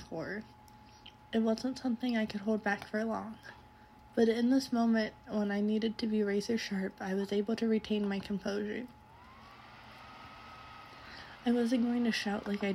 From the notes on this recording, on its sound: This one has the background sound